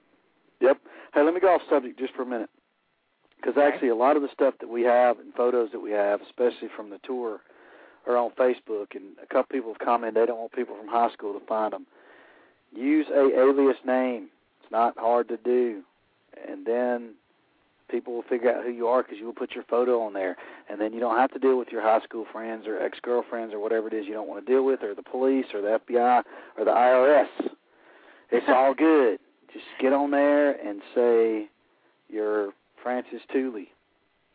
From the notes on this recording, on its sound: your phone calls